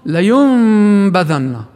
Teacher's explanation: وكذلك في الإقلاب، مثل لينبذن في الحطمة، ينبذن هذه، فتصبح الياء المضمومة وكأنها حرف المد الواو بالخطأ، فبقرأوا خطأ ليوم وين حرف مد ساد، وهذا خطأ، والصح ضم فقط والدخول مباشر للغنة بدون مط